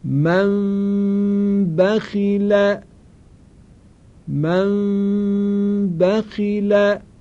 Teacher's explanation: راهش هم این هستش که وقتی که میخواییم این میم اخفا شده رو تلفظ کنیم، لبها رو کاملا روی هم قرار ندیم، یه مقداری برای عبور و مرور هوا فاصله باشه، مقدار خیلی کمی، به طوری که هوا هم از بینی بیرون بیاد خارج بشه و هم از دهان، که صدا توامن از بینی و دهان شنیده میشه